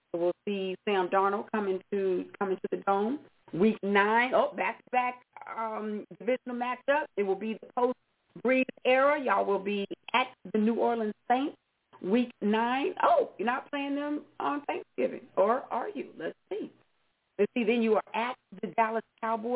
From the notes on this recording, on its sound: your phone calls